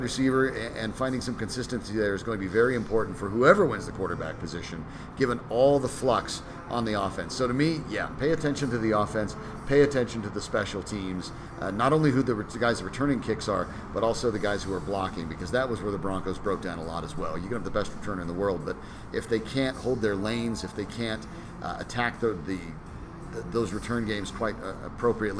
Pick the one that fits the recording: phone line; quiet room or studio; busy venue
busy venue